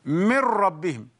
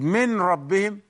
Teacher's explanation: The sound of the noon had been lost. · Shown in: first take · There is no sound of the noon.